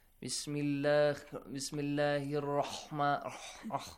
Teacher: they pronounce the letter ha that heavily, okay, that it comes close to the letter kha